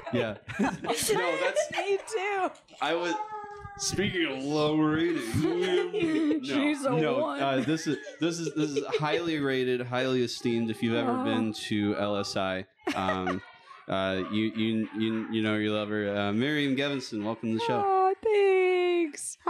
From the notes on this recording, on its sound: We record our first episode at the Annoyance Theater, Bar, Grill, and Conservatory.